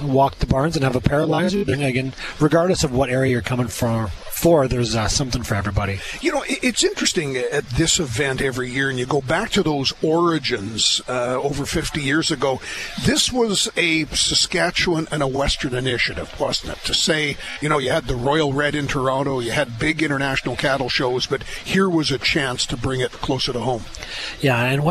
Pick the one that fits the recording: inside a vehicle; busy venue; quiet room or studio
busy venue